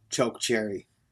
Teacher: The combination of sounds is almost like a curse word, only harsher. Instead of soft fricative, like in fuck, which is also a fun word to say, you get the abrasive affricate, the ch